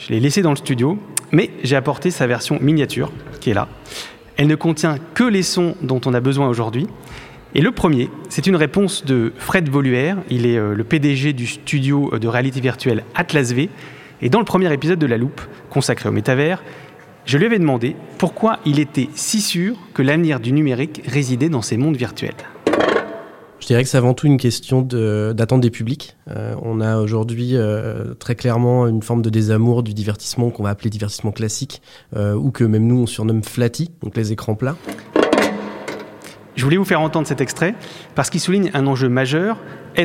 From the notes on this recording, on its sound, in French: Enregistré en public à Station F.